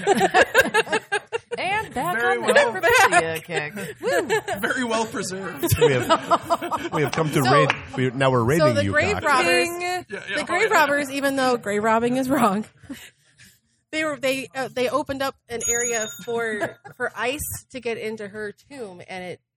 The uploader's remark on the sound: Recorded live at Old Shillelagh in Detroit during our 3 year anniversary celebration.